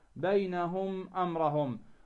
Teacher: الميم عاري عن التشديد، عاري عن الغنة، يعني تلفظ، تقوم بلفظ هذه الميم طبيعية · Term: الإظهار الشفوي